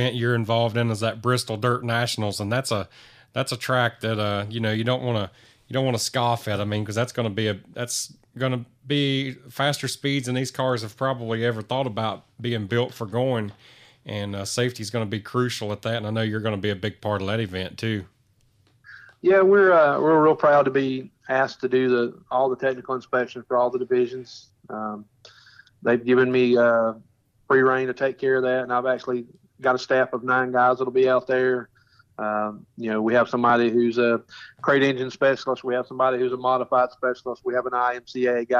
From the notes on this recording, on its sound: on the phone